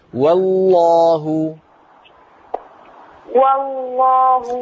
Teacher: لما نقول والله نرقق الواو ونفخم اللام